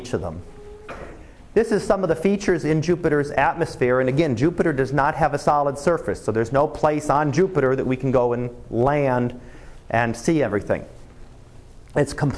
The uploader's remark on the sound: Live Class Lecture